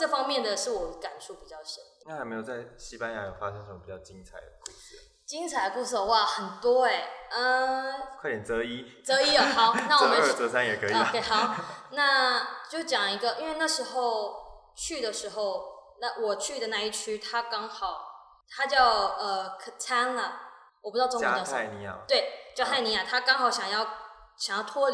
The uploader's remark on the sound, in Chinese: 本集收音不佳，有些回音，請見諒！